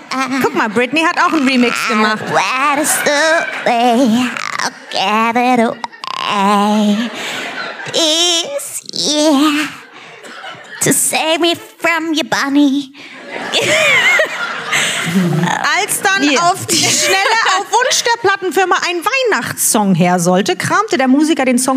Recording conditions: live audience